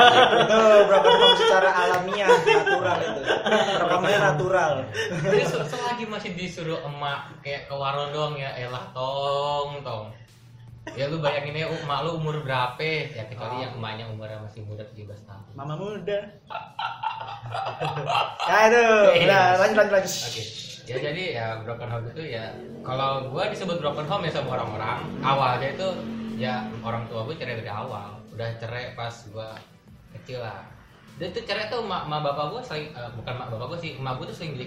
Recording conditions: echo